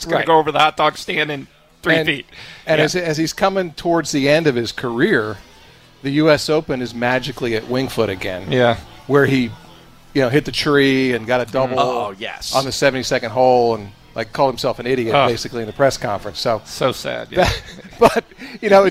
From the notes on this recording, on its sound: It's the first show of the 2020 season live from Independence Golf Club